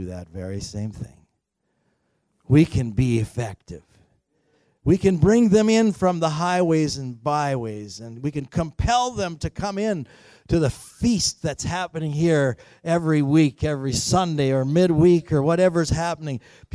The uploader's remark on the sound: At THRIVE Church Vancouver, Canada.